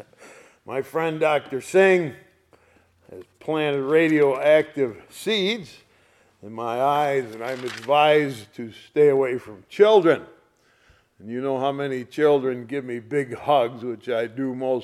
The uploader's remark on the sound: Sunday Morning Service recorded on 04/16/2023.